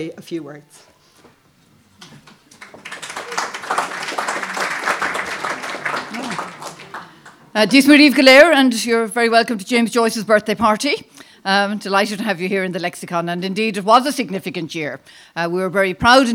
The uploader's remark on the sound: Recording of an event which was held by the James Joyce Tower and Museum to celebrate James Joyce birthday and the 101st anniversay of the publication of Ulysses.